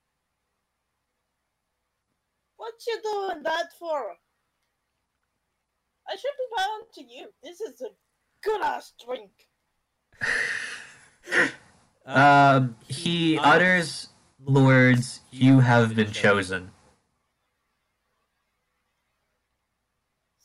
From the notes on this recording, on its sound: there are audio issues in the first few episodes